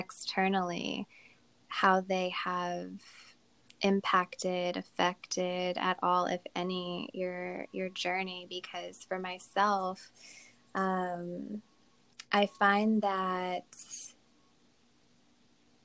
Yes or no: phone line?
no